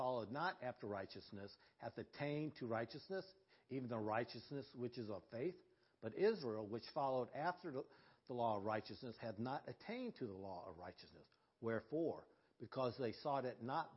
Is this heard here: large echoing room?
yes